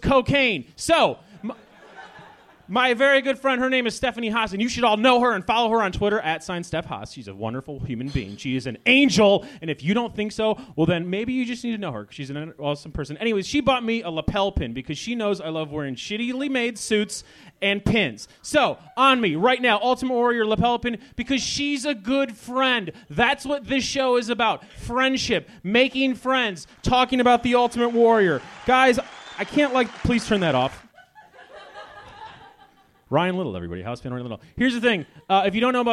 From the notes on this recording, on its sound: Bentzen Ball Edition Live at The Wonderland Ballroom. Washington D.C.